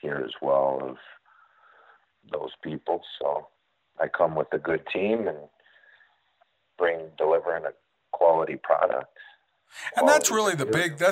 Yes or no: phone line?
yes